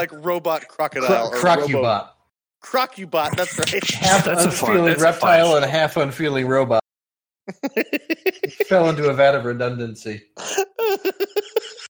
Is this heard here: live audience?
no